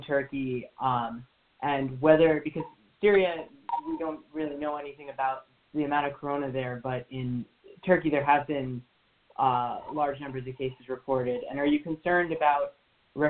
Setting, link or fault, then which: link, phone line